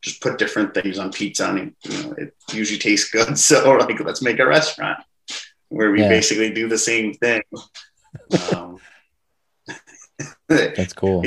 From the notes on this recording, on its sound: Recorded Live on Zoom